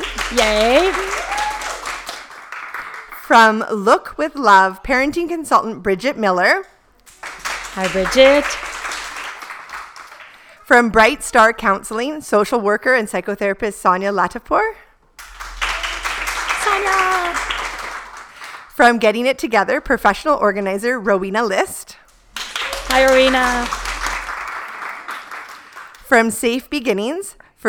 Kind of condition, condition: setting, busy venue